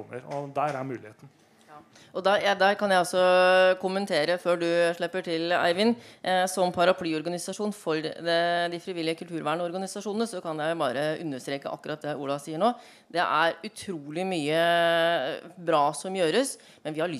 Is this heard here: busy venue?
yes